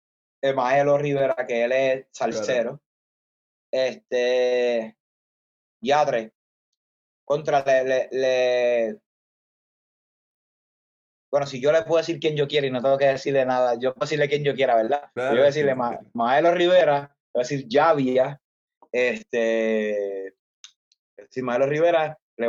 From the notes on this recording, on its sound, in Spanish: nos conectamos vía Zoom